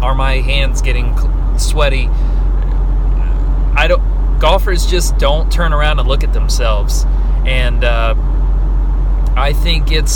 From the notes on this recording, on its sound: I rant in my car